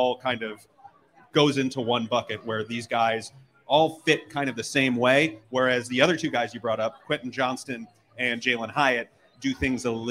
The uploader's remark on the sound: host the show on location at Wingnutz North Buffalo at 700 Military Rd.